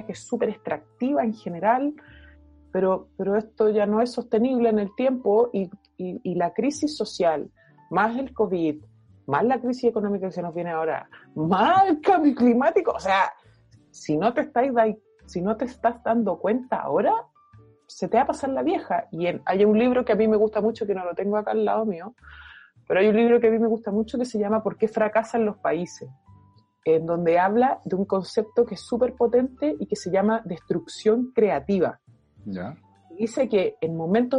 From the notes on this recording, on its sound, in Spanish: En tiempos de cuarentena, las grabaciones virtuales nos una oportunidad única para sentarnos a conversar con más invitados del ecosistema local y nacional.